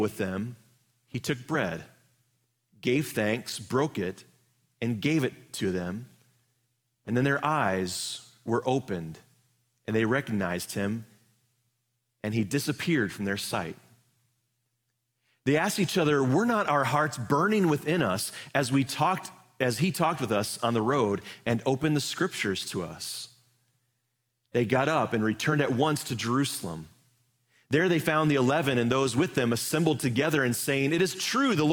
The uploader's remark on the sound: Live from our Celebration Ministry Center